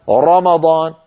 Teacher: مجافات اللسان جدا هذا لا يصح، إلصاق اللسان تماما وإحكام الإلصاق المؤدي إلى ظهور أكثر من راء · Term: التكرير